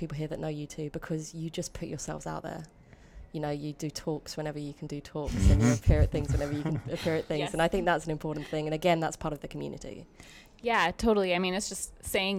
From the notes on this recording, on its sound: Recorded at World Maker Faire using a Zoom H4n.